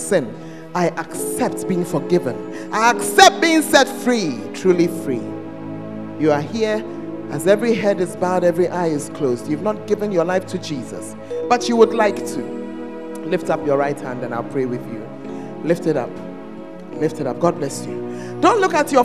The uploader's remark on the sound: Preached at First Love Center; Ayeduase